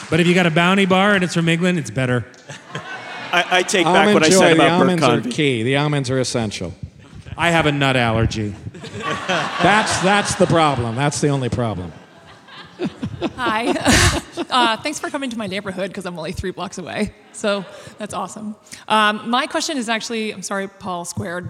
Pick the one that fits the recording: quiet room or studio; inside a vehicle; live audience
live audience